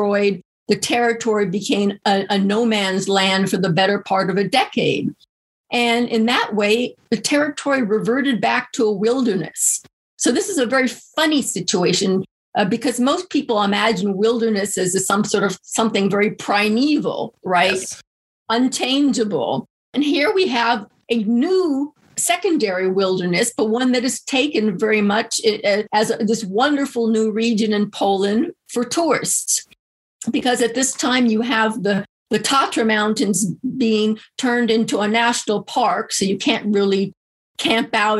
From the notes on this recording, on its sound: This episode was recorded on August 27th, 2021 via Zoom.